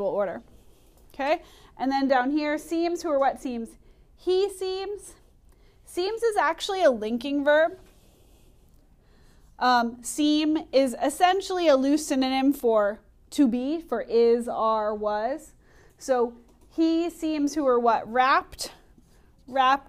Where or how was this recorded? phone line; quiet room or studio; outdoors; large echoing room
large echoing room